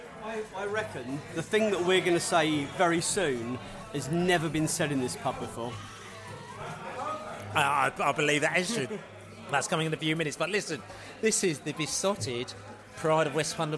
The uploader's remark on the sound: On our Newcastle pre-match podcast from the pub. In the White Hart pub in Southwark.